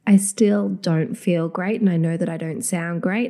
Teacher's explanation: I'm very nasal and I'm still feeling just like a bit breathy, as though I can't quite breathe in the normal way that I would. · Term: nasal tone